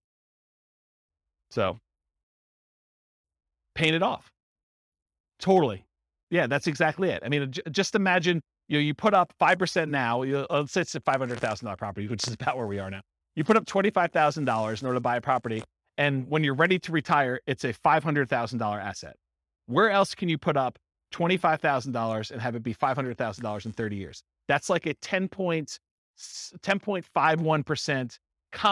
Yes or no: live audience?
yes